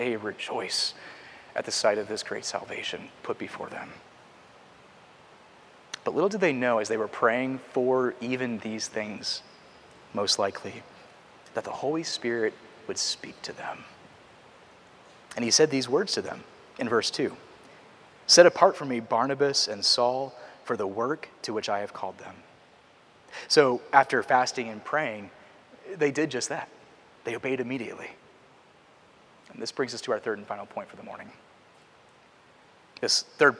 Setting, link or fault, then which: setting, large echoing room